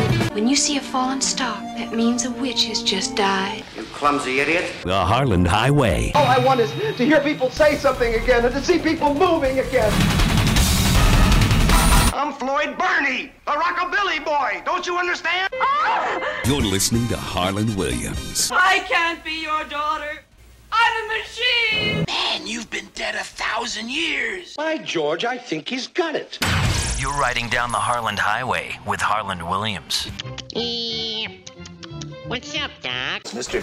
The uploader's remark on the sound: Listener phone calls.